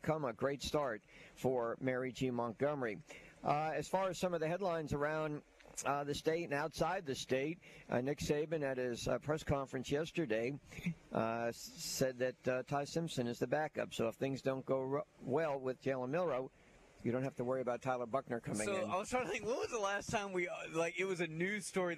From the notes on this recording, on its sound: High School Gameday at Mary G. Montgomery. LIVE from MGM before their Thursday night game against Alma Bryant!